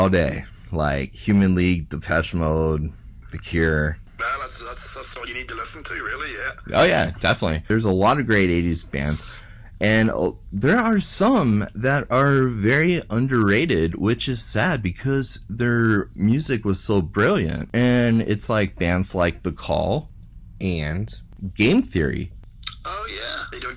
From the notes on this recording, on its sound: via phone